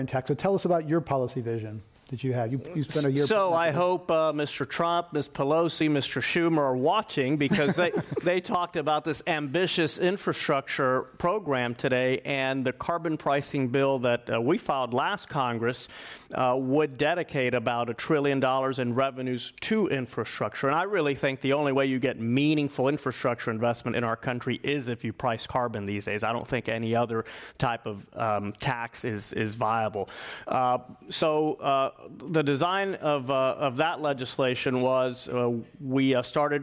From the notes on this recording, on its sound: This program was recorded in front of a live audience at The Commonwealth Club of San Francisco on April 30, 2019.